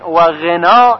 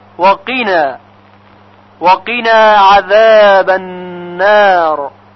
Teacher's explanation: در کلمه قنا و قینا اون هم باید با قاف تلفظ بشه نه با غین · Shown in: second take · پس اگر بگوییم و غنا این هم غلط هست، و قینا و قینا عذاب النار.